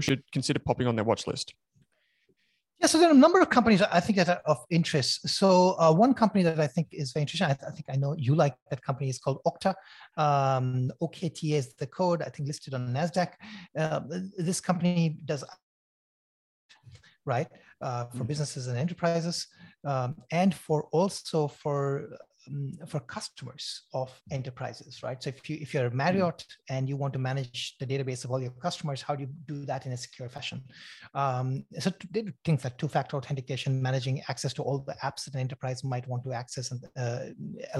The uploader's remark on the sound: Zoom presentation.